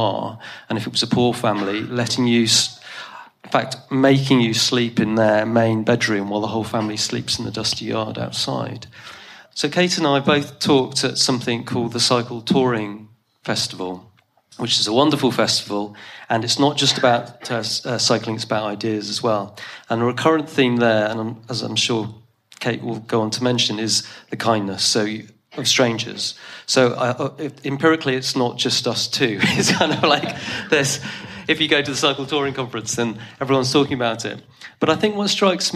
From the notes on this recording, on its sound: Today’s episode features another Philosophy salon recorded live pre-Covid at St George’s in Bristol.